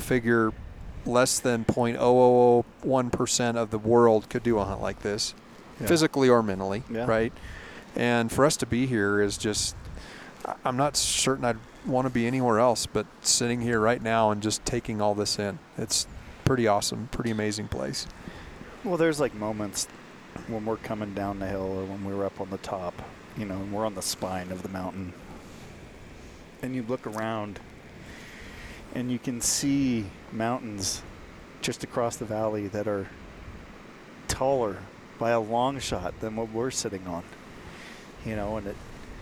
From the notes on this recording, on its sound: Live From Camp Ibex